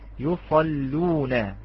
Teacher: ترقق لا تغلظ، مرققة لأن اللام مضمومة